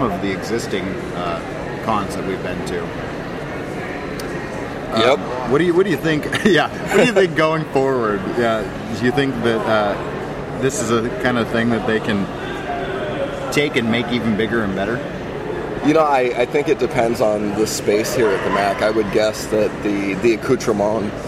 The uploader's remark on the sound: Then we are whisked over to this past weekend's O Comic Con for an interview. Right from the con floor.